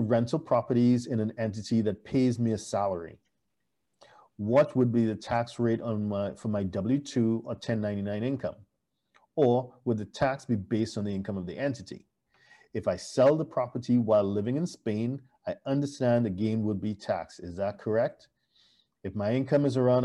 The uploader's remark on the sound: For those joining us on Zoom